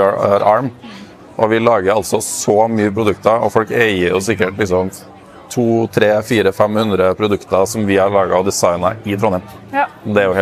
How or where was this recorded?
busy venue